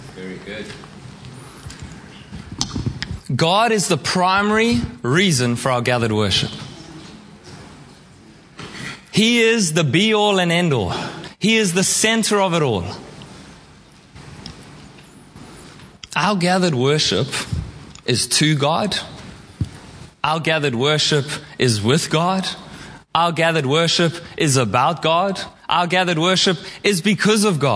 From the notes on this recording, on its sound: Preached at Horsham Downs on 28/05/2023